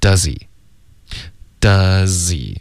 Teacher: h 的音听不见，直接连到前面的 z 音了， does he does he 这个 z 直接连到 he 的 eh 的音就消失了， does he · Term: 省略